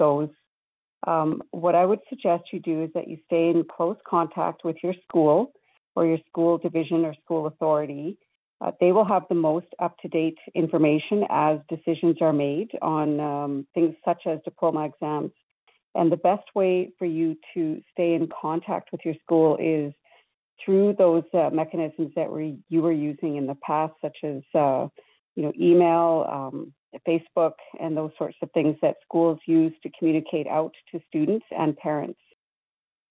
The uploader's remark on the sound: Albertans evacuated due to the wildfires are invited to join a nightly telephone town hall for situation updates and answers to questions.